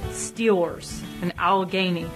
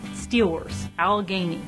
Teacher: So the oral posture for a general Pittsburgh accent, the tongue is pulled back and the tongue tip barely ever touches the roof of the mouth. So sounds like L sounds are very difficult, if not impossible, to make.